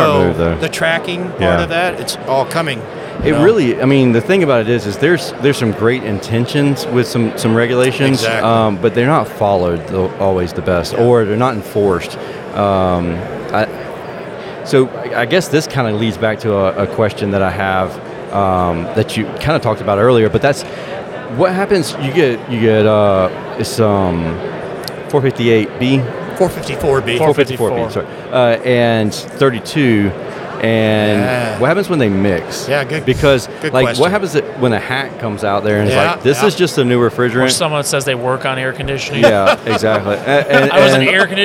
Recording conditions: background noise